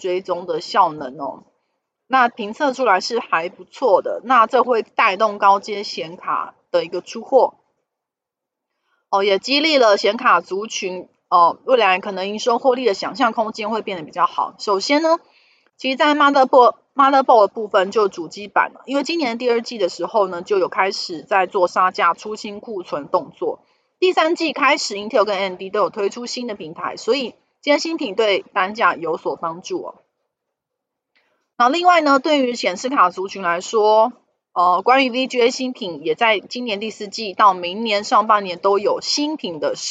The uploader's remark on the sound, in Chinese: 本集有些許雜音，已亟力避免，如有察覺請多多包涵